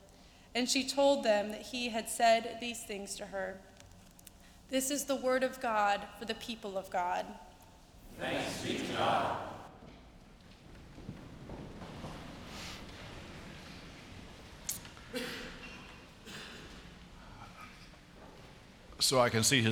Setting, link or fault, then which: setting, large echoing room